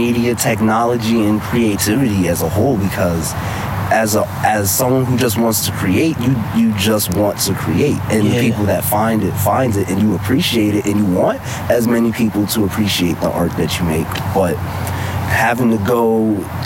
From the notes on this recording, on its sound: Just sitting outside on a sunny windy day